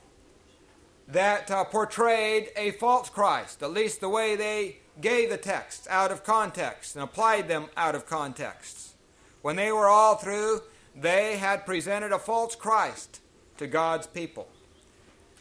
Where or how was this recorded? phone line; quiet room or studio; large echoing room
large echoing room